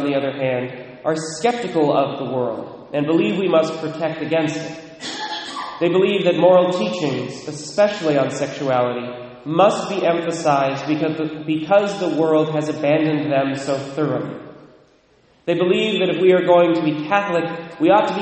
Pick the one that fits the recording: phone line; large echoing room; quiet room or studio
large echoing room